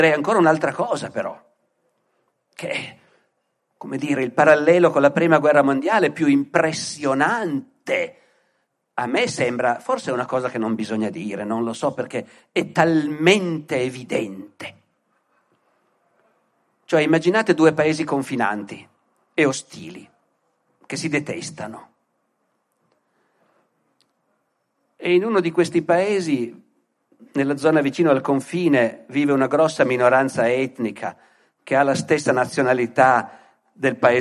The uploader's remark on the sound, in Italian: Altri Mondi/Altri Modi (Askatasuna), Torino 2023. Ospite del festival culturale Altri Mondi/Altri Modi organizzato dal Centro Sociale Askatasuna di Torino.